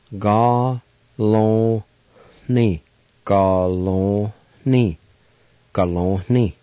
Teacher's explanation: there will be a faint H sound between the O and the N, and you may refer to it as a nasalized N sound, like this.